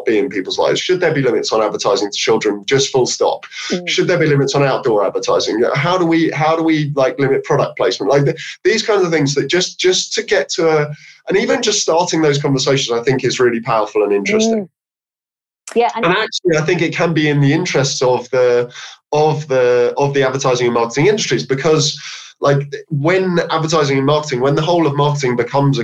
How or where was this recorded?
video call